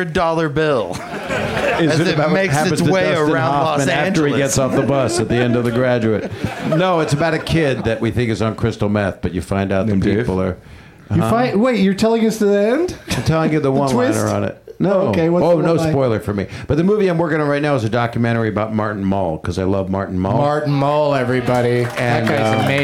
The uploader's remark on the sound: Live from the UCB Franklin